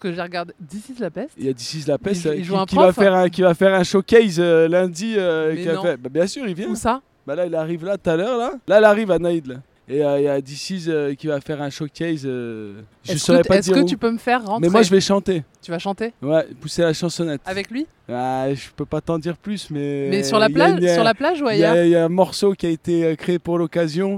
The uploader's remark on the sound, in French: En direct de Cannes ! Vous fait vivre le festival en direct de la Croisette, avec beaucoup de nuits courtes, des guest stars hollywoodiennes, et des interviews improvisées !